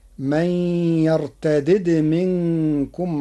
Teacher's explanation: قرأ ورش كلمة من يرتد بفك الإدغام بدالين مكسورة فمجذومة، فتصير من يرتدد منكم عن دينه على الأصل لأجل الجزم، وعليها رسم المصاحف المدنية والشامية.